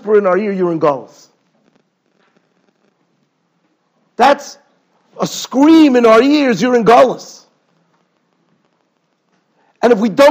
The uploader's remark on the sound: Shiur recorded in Yeshivas Ohr Reuven, Monsey, NY.